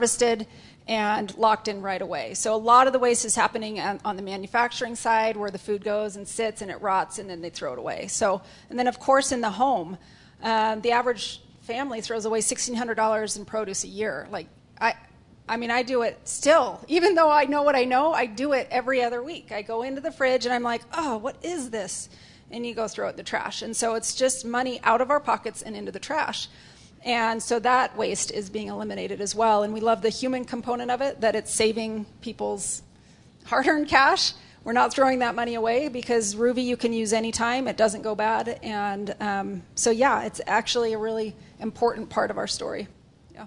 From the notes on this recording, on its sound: Audience Q&A